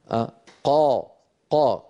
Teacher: الصوت قد استعلى إلى أعلى الفم ولكنه لم ينطبق